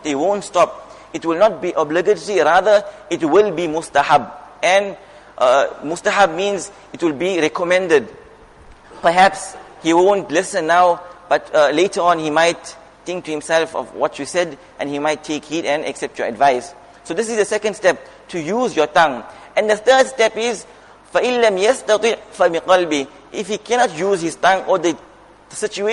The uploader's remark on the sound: Jumuah Lecture